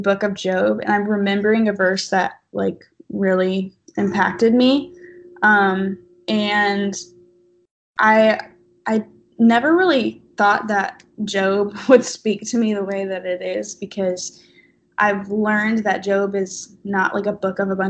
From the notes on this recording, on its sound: Skype interview